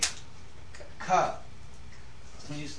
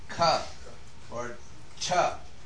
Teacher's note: you start out by stopping the air, ka, or cha, and then you release the air